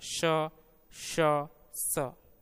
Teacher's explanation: रगड़ या संघर्ष के प्रधानता के कारण ही इन ध्वनियों को संघर्षी कहते हैं।